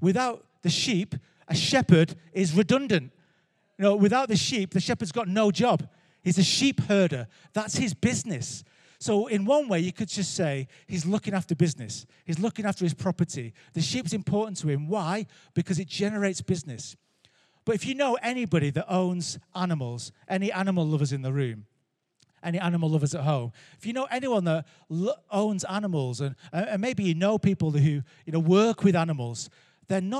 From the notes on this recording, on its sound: Recorded Live at Life Church Lancashire